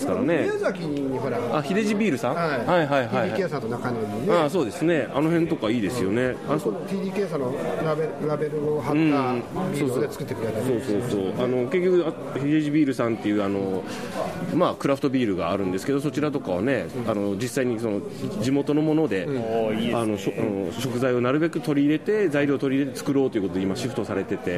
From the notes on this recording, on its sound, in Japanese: 特番形式で屋外で取材と収録。月一で開催されるアースデイマーケットくまもと。